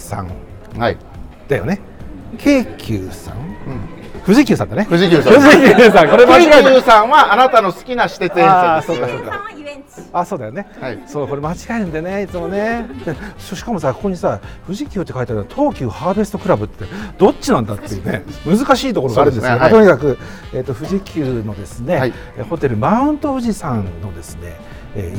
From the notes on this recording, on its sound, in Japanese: 今週は 「万平蒸祭 in ホテルマント富士」 でスナック濡れ頭巾を行った際の公開収録の模様をお届け！全国からお越しいただいたサウナ好きとお送りいたします。